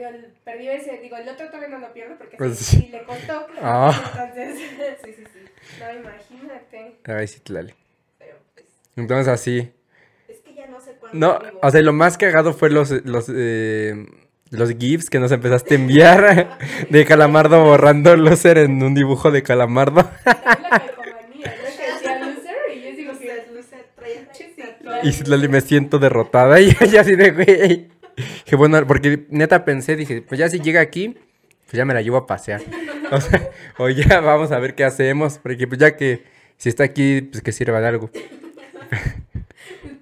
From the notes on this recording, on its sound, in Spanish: les pido una disculpa por el audio ya que se me borró un archivo